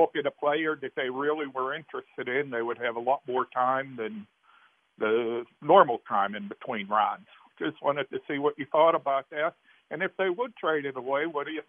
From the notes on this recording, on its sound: Also, more of YOUR phone calls!